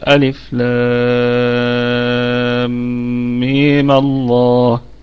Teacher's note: طيب، أنا عموما هنقول الثلاث أوجه اللي عندنا. الأول هو فتحة عارضة على الميم تتناسب مع لام لفظ الجلالة المفخمة، يبقى هتقصر الميم فتصير ألف لام ميم الله.